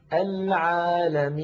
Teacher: النون في آخر العالمين عند الوقف عليها تسكن، فيصير زمنها مساويا لزمن العالمين، ففيها جريان ضئيل للصوت